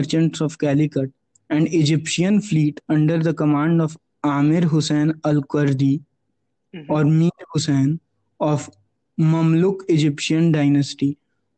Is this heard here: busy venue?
no